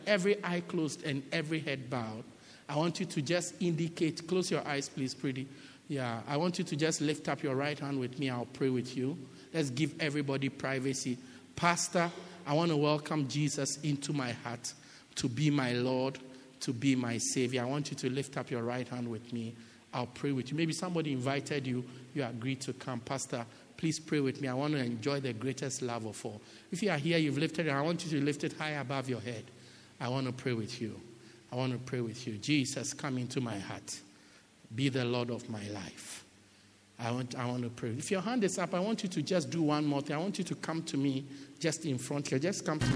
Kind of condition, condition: setting, large echoing room